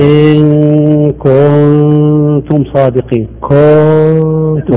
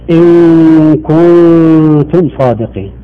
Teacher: زاد بين الألف والنون ياء، وزاد بين الكاف والنون واو · Shown in: first take